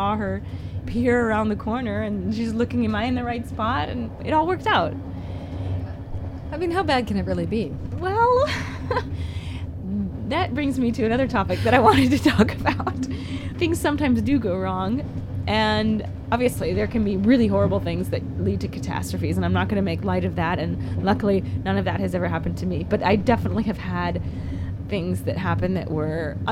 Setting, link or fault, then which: setting, inside a vehicle